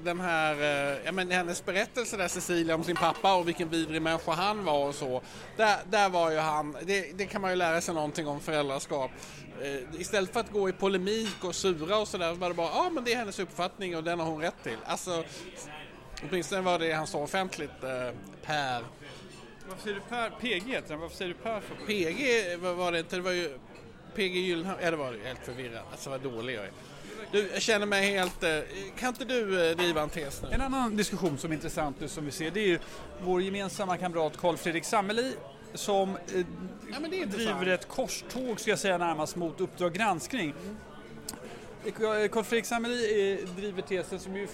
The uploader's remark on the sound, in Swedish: Den enda podcasten som spelas in “live” på Riche.